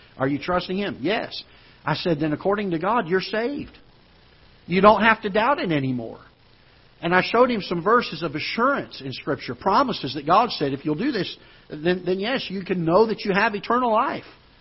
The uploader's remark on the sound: Ketha Heights Baptist Church ~ Live Broadcast